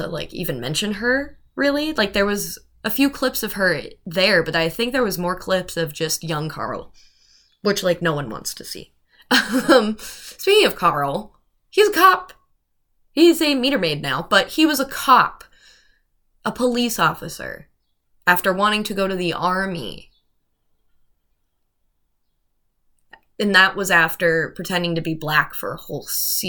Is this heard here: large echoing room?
no